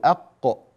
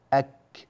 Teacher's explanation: القاف أفردناها بمخرج، قلنا هي من أقصى اللسان مع الحنك الأعلى، والكاف أفردناها بمخرج وقلنا هي من أقصى اللسان مع الحنك الأعلى تحت مخرج القاف · Term: القاف والكاف